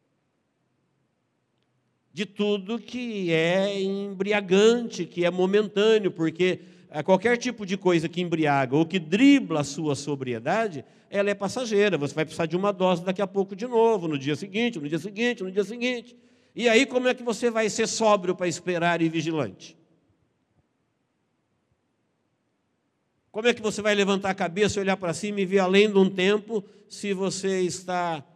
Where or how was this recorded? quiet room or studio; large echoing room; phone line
large echoing room